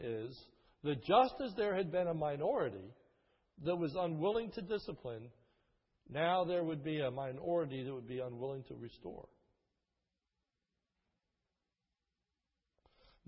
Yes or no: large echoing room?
yes